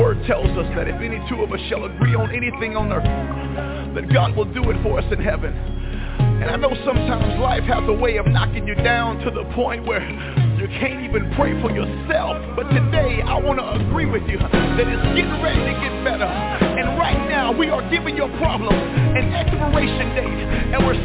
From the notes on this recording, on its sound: TNTSuperfantastic Conference Call.